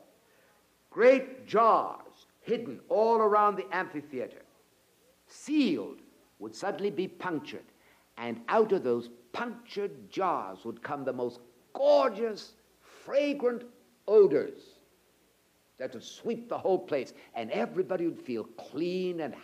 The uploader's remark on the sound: presented at Moody Keswick Bible Conference 1984